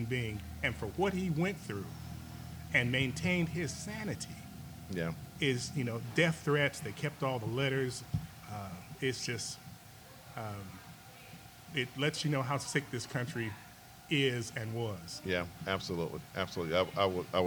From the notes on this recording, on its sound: Recorded live at Mama’s Breakfast and BBQ in Macon, Georgia.